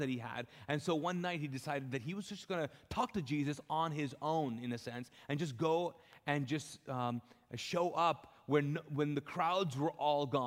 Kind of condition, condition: setting, large echoing room